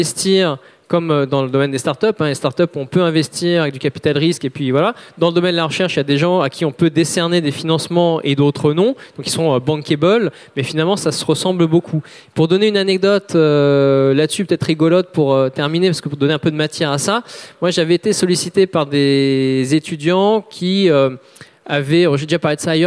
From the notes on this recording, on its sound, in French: Conférence enregistrée en public à la REcyclerie, en partenariat avec le podcast Présage.